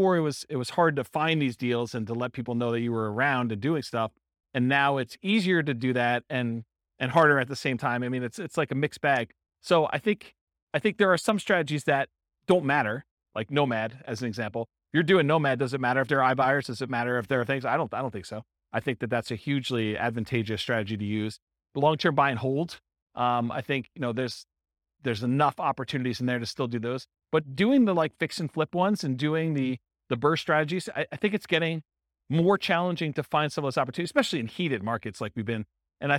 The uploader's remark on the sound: This was a live class recorded